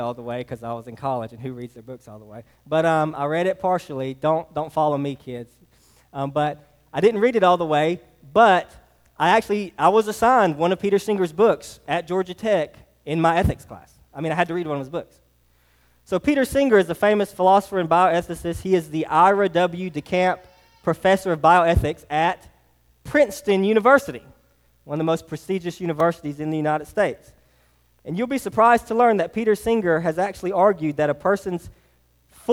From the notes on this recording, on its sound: Sermon preached to Hillside Baptist Church in Eastman, GA on 1/21/24. Sermon preached to Hillside Baptist Church in Eastman, GA on 1/21/24.